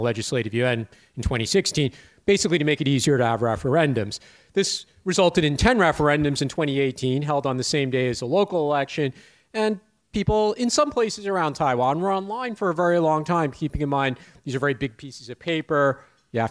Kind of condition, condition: setting, live audience